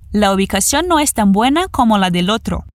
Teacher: lembrando de conectar o L em del otro